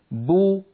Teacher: خرجت الباء المضمومة بالتباعد بين الشفتين، وصاحب ذلك انضمام للشفتين